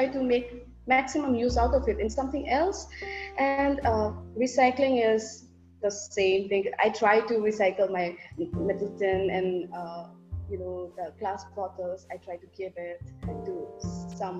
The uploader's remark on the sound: Mitti ke Rang brings to you a series of interactive session over zoom.